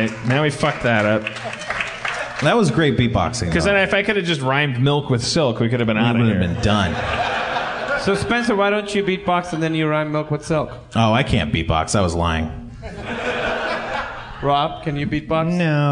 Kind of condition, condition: setting, live audience